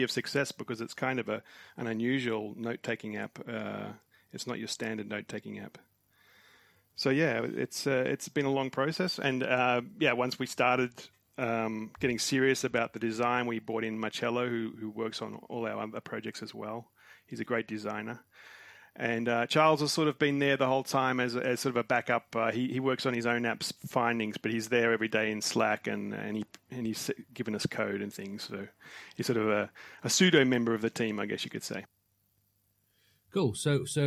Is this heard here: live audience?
no